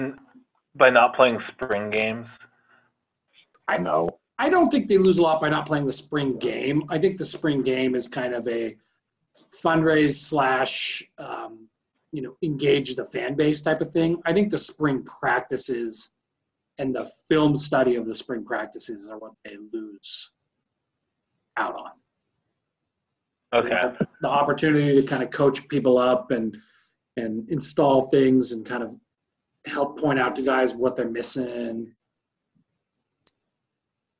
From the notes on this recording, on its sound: The guys are back together and properly socially distanced by way of a zoom conference call.